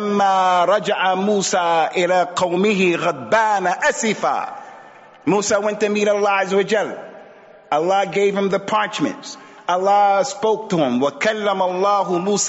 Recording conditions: large echoing room